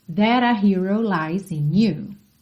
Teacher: a gente teve rarara nesse T do that para juntar com A.